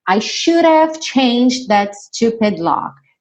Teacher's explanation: nesse change, no passado, você meio que não escuta nem o E, nem o D.